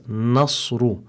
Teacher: the noon, it's muraqqaqa, not mufakhama. And sometimes the Sheikh warned of a mistake that some beginners might make by applying tafkhim to the noon, because the following letter, the sod, you must apply tafkhim to it.